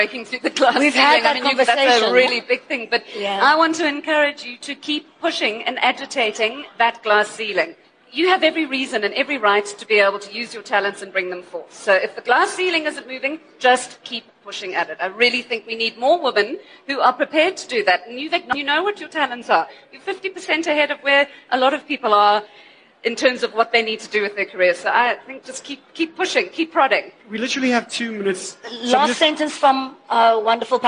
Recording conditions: live audience